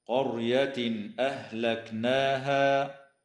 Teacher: ويظهر التنوين عند الهمزة في قوله تعالى: قرية أهلكناها